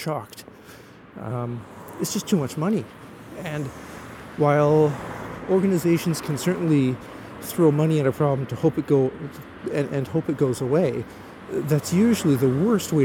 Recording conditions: outdoors